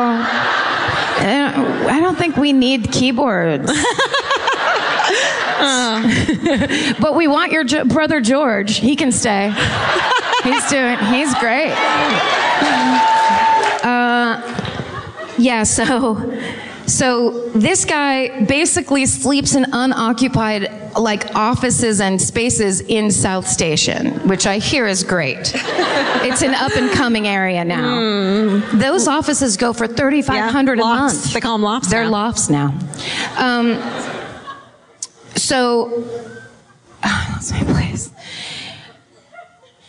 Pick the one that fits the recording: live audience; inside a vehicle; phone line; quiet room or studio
live audience